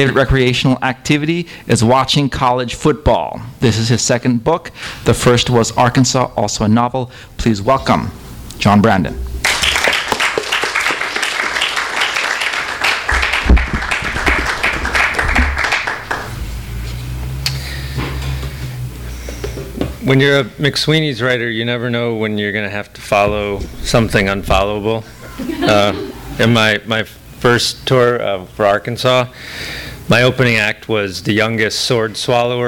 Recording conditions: live audience